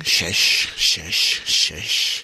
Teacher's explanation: Mira, empieza con generar un sonido dominante, o sea, repite un grupo de, de consonantes, en este caso son consonantes sibilantes, con sonidos cercanos a la S